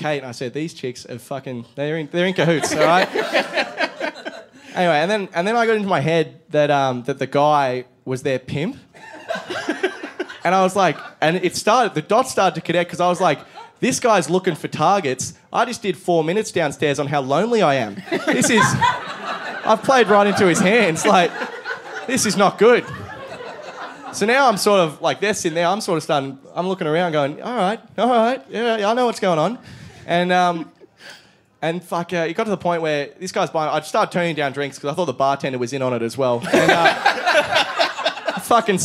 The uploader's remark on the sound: Taken from a live Podcast called 'A Shot and a Beer' in Canberra in 2017.